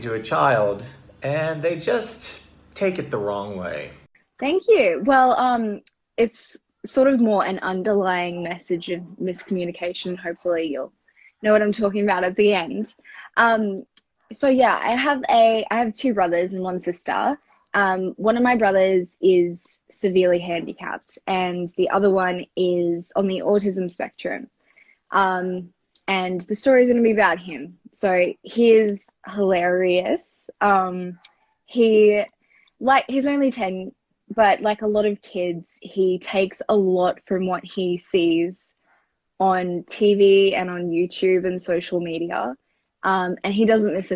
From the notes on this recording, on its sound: the show was recorded from its Instagram Live feed